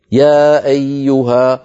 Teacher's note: ورد قصره يعني 2 حركات يبقى طبيعي يا أيها، ورد مده يا أيها، لكن المتصل ما في أحد قصره أبدا، كما قال ابن مسعود ما هكذا أقرأنيه رسول الله صلى الله عليه وسلم. · Term: المنفصل